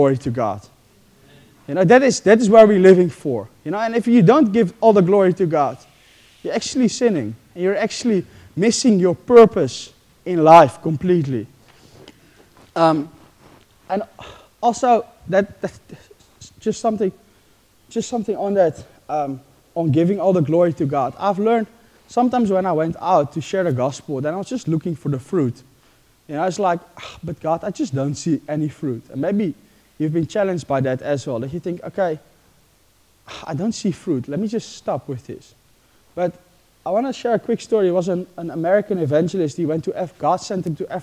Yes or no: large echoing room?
yes